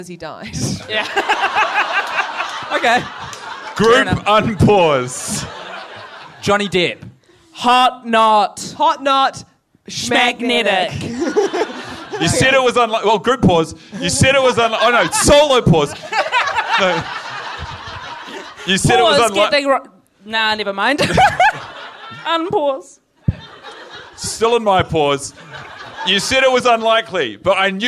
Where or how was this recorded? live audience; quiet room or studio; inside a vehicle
live audience